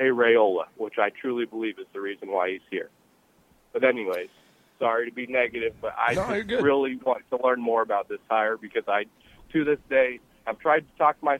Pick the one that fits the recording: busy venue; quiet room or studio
busy venue